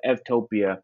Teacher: EU in Greek is pronounced, the V is pronounced as a V. So instead of U, it's Ev.